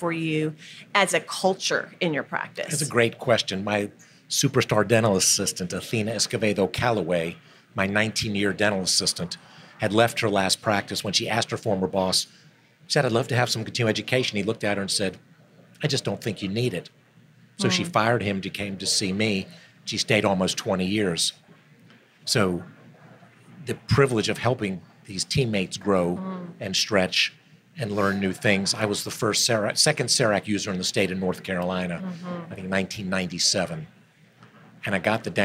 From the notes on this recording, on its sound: We are thrilled to be recording this episode of the Jameson Files live at the American Dental Association’s SmileCon 2022 meeting in Houston, Texas.